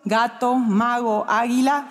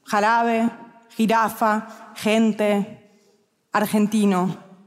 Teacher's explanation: que a la G le quede el sonido suave, gato, mago, águila, y que la J retenga el sonido áspero